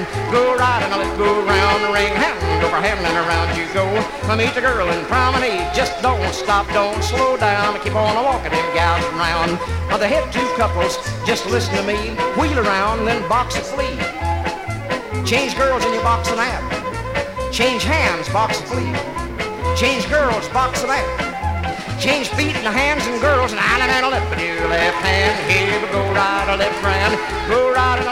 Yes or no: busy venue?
yes